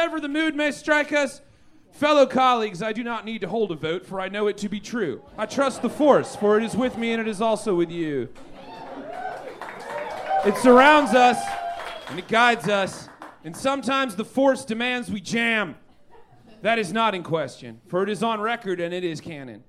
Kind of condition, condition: setting, busy venue